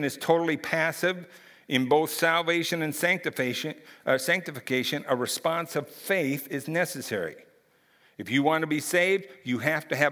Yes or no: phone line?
no